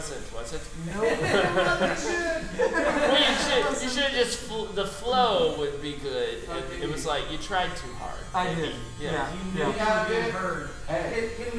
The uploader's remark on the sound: we record from Burg's Hair Parlour